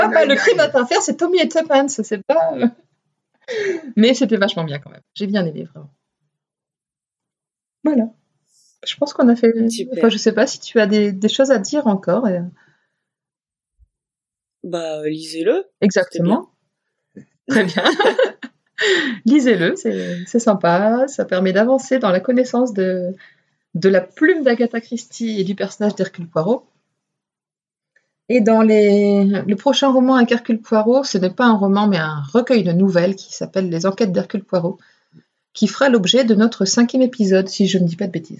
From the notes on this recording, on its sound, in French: Nous vous présentons toutes nos excuses pour la qualité du son sur cet épisode !